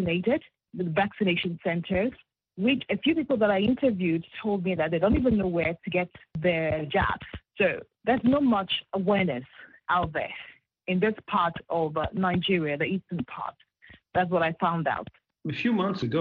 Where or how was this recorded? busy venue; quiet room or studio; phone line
phone line